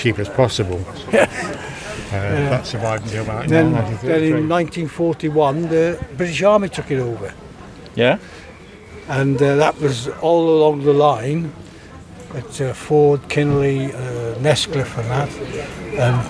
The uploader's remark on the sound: Situated at the opening event of the Belle Vue Art Festival's opening event "Lets Celebrate" on the riverside in between Greyfriars Bridge and Stop Café. The community had come out to listen to live music, ride on the Rickshaws and learn about what is coming over the next few weeks with the festival.